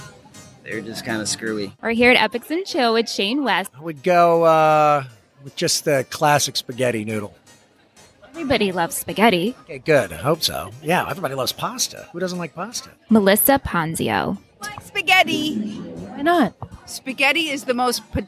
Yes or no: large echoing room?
no